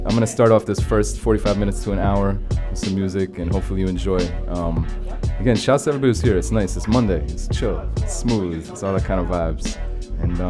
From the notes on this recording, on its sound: Originally broadcast live on January 9, 2017 from the storefront of The Late Late Bar on Houston Street in New York City.